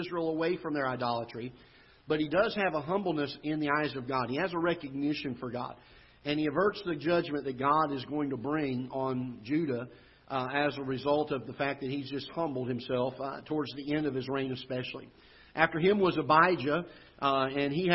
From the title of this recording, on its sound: Ketha Heights Baptist Church ~ Live Broadcast